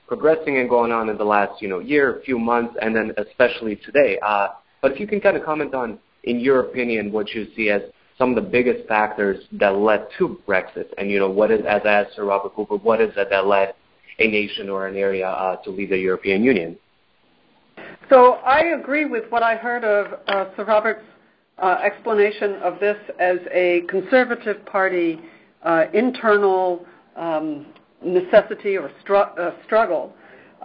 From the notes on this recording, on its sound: The Turkish Heritage Organization hosted a recent teleconference discussion.